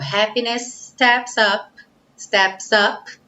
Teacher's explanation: Também temos S no fim de happiness, S no começo de steps. Juntamos tudo num S só um pouquinho mais longo.